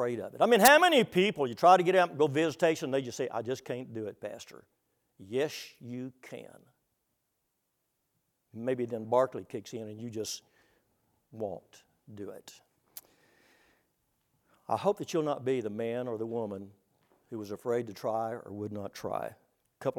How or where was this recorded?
large echoing room